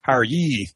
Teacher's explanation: Instead, you say, how are ye? Thus ending with a perfectly good high front rounded vowel, which many English speakers, even in Texas, claim to be unable to produce.